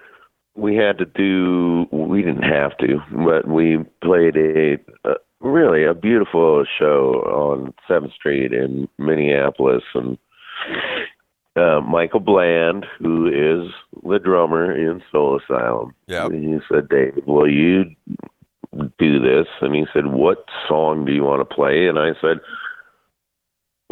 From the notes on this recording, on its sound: called